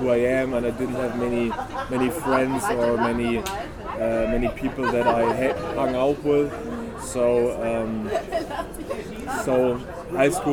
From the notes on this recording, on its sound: Recorded at the Café de Paris in the heart of Cologne and after a short switch along the iconic Rhine.